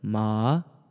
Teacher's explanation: I kind of went down on that first one, which isn't right, but you just go from your mid-tone to up · Term: second tone